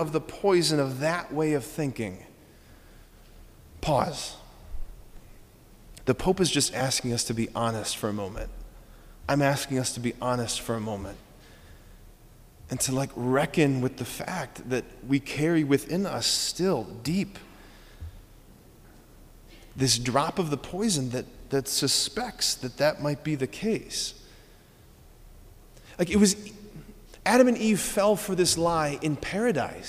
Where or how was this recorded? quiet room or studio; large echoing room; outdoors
large echoing room